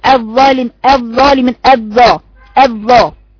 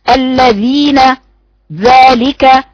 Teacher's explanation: خلي بالك كثيرات من تخطئ في قراءة الظاء وتقطعها تقراها أظلم أظلم، وهي أو استفري من همزة لطلع إلى الظاء، لولا الاستعلاء في الظاء لولا الاستعلاء في حرف الظاء ده لقرأتيها مثل ما تقرأ الذال